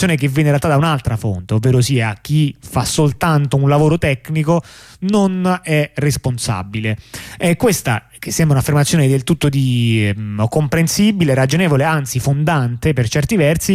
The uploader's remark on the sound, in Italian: ne parliamo al telefono con due compagni